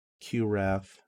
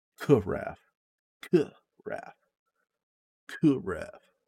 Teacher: The Q sound is the back of the throat K sound found in Arabic · Shown in: second take · so it's more Qrath, Qrath, Qrath.